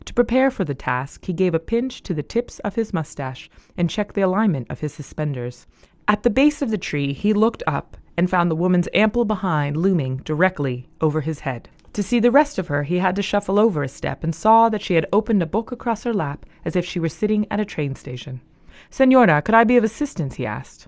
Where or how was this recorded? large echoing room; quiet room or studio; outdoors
quiet room or studio